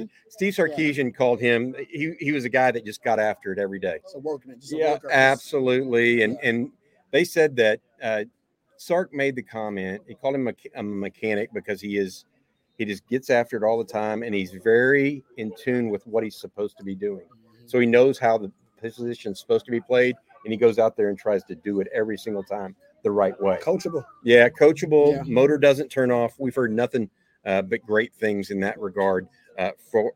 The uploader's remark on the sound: LIVE from The Co-Op